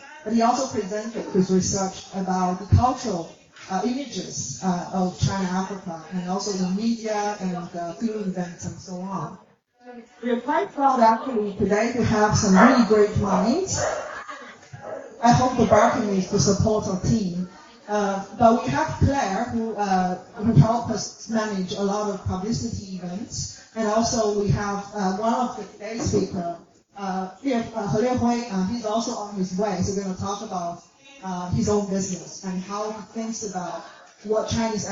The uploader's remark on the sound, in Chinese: 原声现场｜中非文化沙龙。上海中非关系研究网络（ China-Africa Shanghai International Network ， CASIN ）在上海举办了第二场中非文化沙龙。本期播客受权分享演讲部分的现场录音。